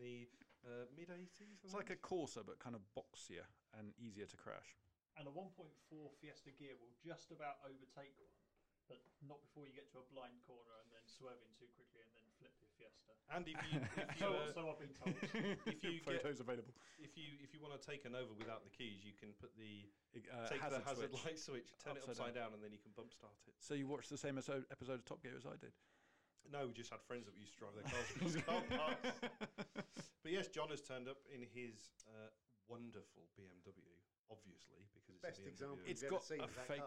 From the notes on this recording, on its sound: Apologies for the sound quality of this one, we ordered a 4th mic. Apparently it required a cable too...